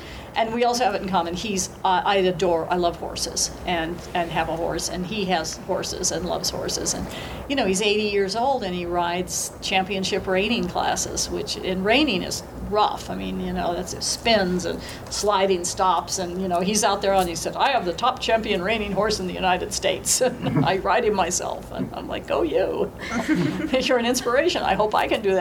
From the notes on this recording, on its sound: Dragon Con Encounters. Sharing audio from a post-reading Q&A.